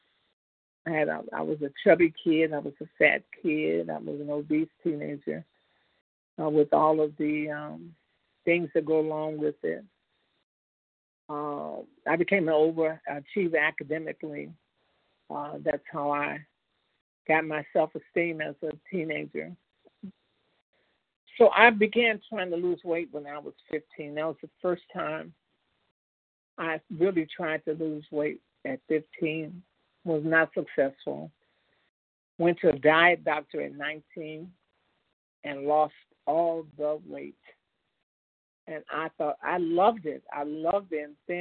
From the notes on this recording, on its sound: 100 Pounders Phone Meeting